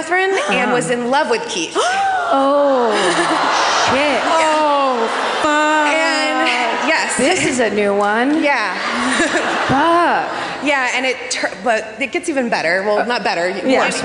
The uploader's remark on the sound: Live at the Hard Rock in Orlando